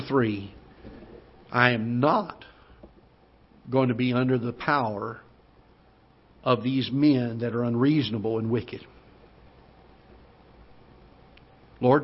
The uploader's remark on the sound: Ketha Heights Baptist Church ~ Live Broadcast